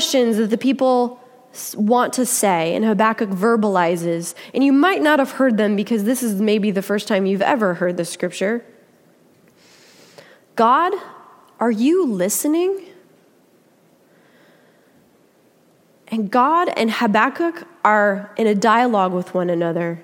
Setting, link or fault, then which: setting, large echoing room